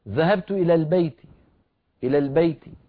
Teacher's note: يذكر كسرة التاء ولكن صوتها صار منخفضا